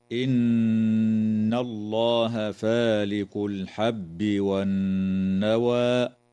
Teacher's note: تغن النون المشددة في كلمة إن وفي كلمة والنوى بمقدار حركتين، وتفخم اللام في اسم الله لوقوعها بعد فتحة، ويجوز الوقف على كلمة والنوى من قبيل الوقف الحسن.